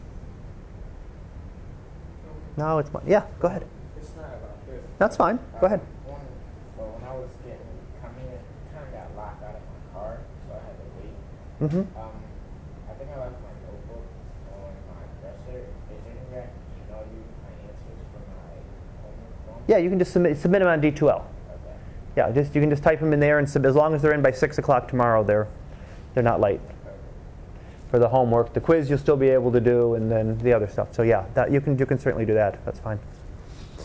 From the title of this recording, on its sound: Live Class Lecture